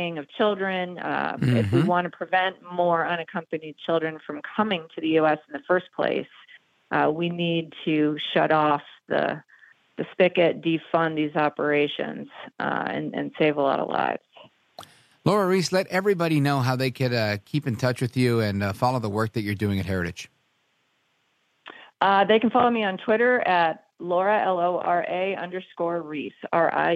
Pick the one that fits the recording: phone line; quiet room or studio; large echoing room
phone line